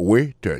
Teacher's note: accent tombé sous premier syllabe là waiter